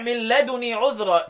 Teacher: قد بلغت من لدني عذرا بالتخفيف مع ضمة كاملة